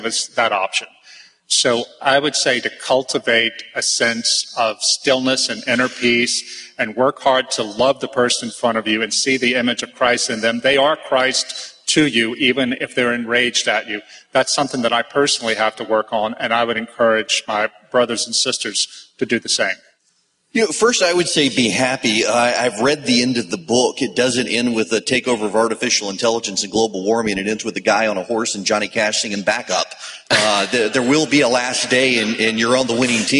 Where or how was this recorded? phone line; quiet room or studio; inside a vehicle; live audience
live audience